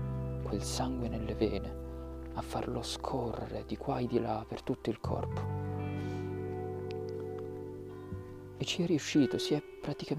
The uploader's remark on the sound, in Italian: registrato al parco